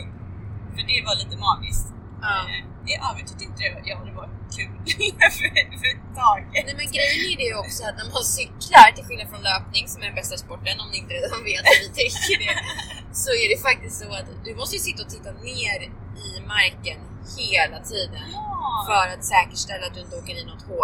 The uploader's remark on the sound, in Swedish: OBS ljudkvaliteten är lite sämre än vanligt på grund av bakgrundsljud, främst från bilen.